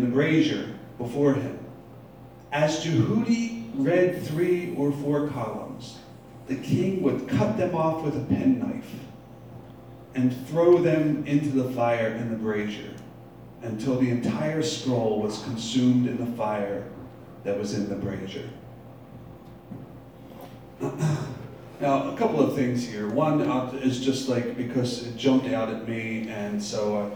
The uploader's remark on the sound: Live from Black Cloister Brewing Company.